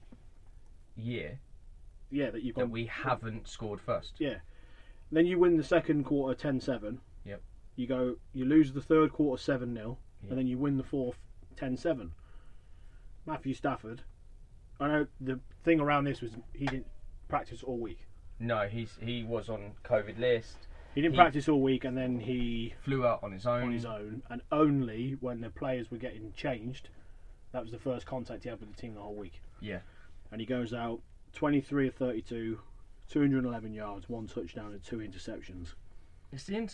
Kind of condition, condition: setting, inside a vehicle